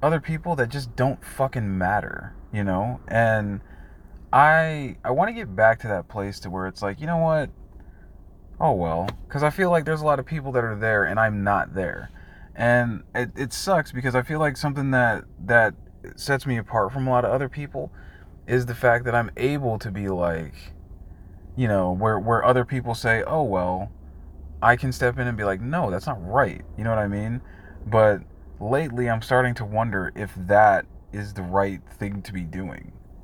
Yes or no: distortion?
yes